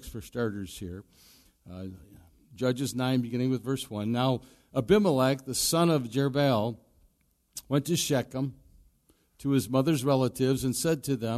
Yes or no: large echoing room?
yes